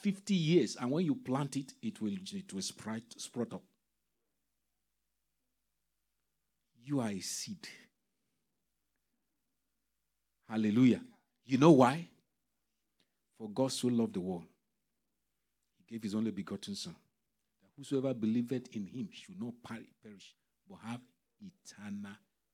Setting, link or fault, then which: setting, large echoing room